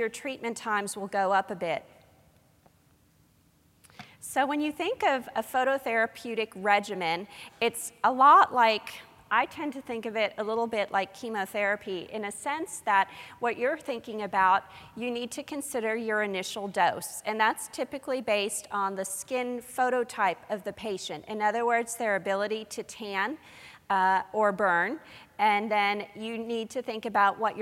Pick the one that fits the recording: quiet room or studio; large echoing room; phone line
large echoing room